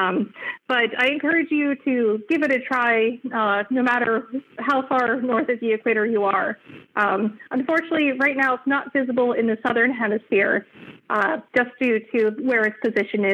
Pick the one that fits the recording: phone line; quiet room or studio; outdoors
phone line